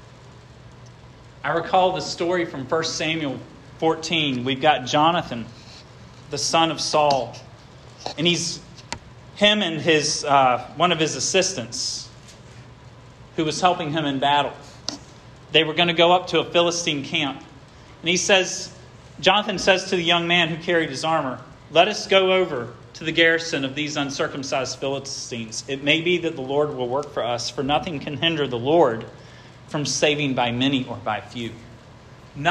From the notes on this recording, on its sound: This sermon was preached at Hope Fellowship.